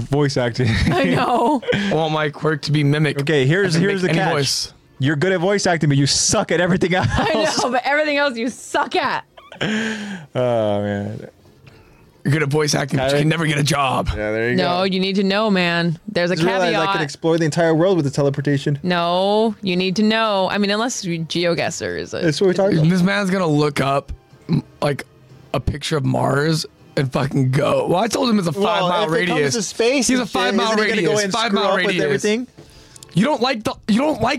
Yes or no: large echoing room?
no